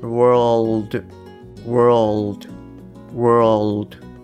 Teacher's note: いわゆる舌先と上の歯の根元のところをくっつけるので、そこから息は漏れないと · どこから息が出るかっていうと、ベロの、えー、横ですね。ベロの両脇からこう息が出る。